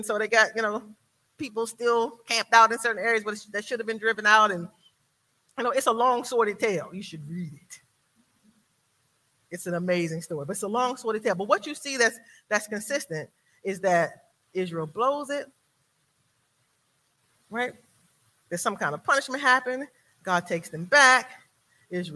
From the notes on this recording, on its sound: This sermon was recorded live on November 27th 2022 at Newark United Pentecostal Church.